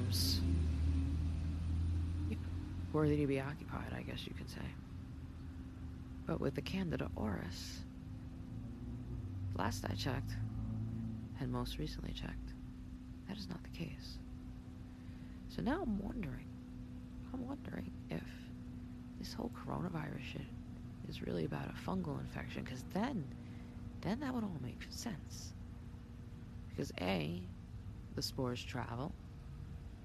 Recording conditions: background noise